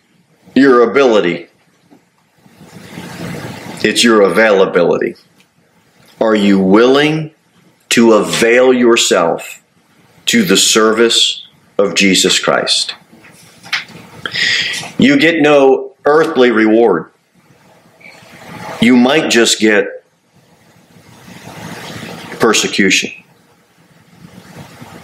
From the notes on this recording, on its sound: Sermon delivered at Pilgrim Baptist Church on Thursday, October 5, 2023, at 6-15 pm.